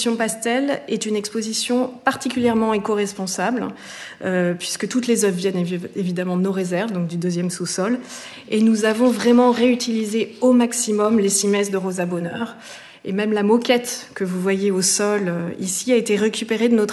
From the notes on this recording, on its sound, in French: Enregistrement de la conférence inaugurale du 24 mars 2023